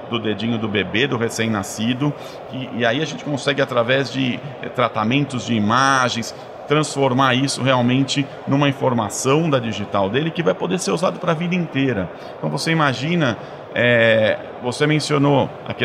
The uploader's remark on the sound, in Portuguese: gravada no Futurecom 2023